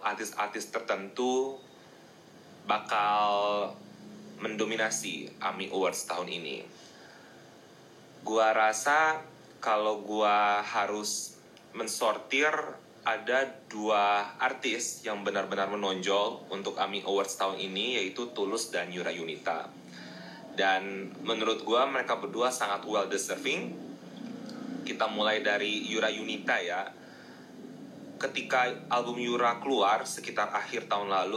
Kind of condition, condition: fault, phone or laptop microphone